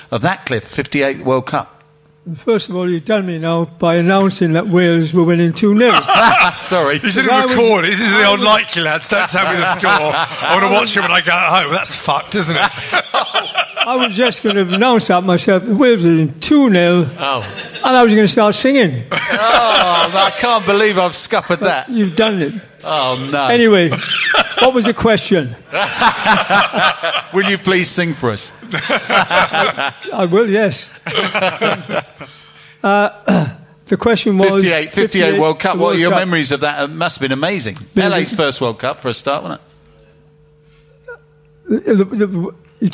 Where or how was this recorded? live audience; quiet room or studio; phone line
live audience